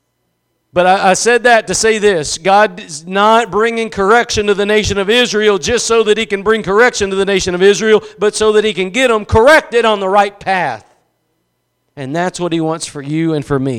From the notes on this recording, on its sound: Preached at Gospel Lighthouse in Bossier City, La.